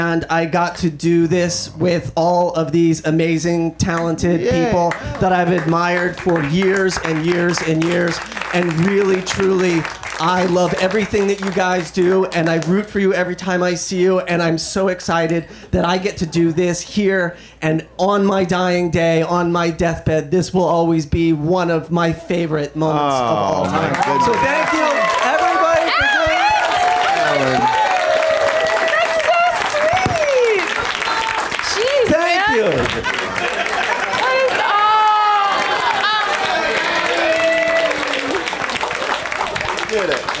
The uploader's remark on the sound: Live from the UCB Franklin